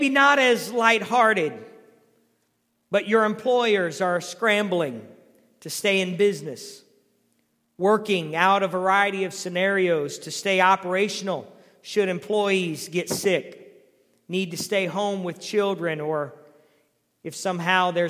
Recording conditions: large echoing room